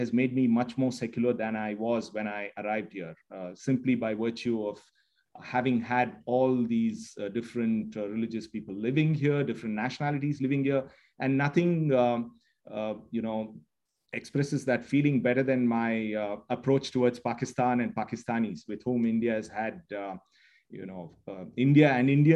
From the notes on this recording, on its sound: This public talk was conducted online via Zoom on Thursday, 5 May 2022, from 8.00 pm to 9.30 pm (SGT).